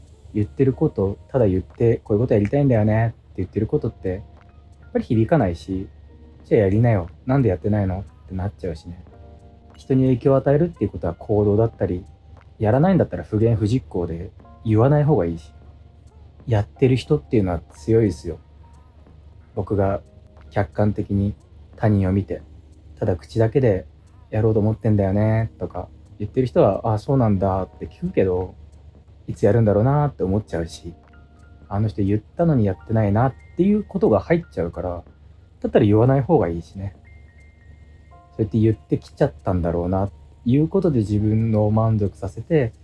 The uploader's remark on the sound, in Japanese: 無菌室なので空気清浄機のノイズや音量バランス等お聞き苦しいかもしれませんがあしからず。